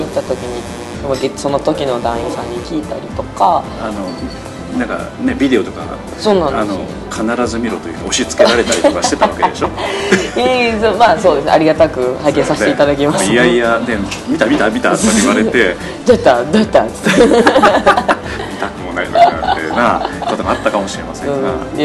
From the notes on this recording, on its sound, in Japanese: 今回は、珍しいローケーションで収録しております。都内の某喫茶店での収録ですので、音声につきましては、多少お許しいただければと思います。